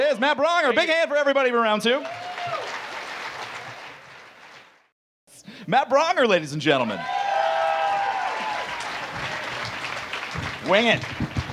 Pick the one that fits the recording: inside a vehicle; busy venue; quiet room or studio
busy venue